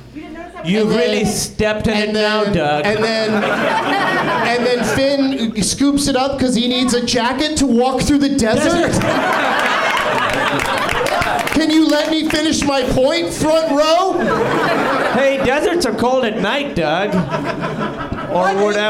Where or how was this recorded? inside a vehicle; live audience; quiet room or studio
live audience